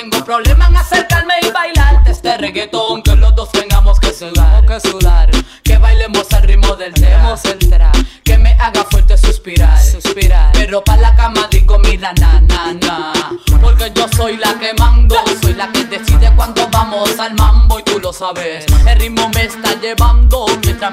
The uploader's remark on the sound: The transitions are sloppy cause they are live, but the music is good and the crowd had a great time.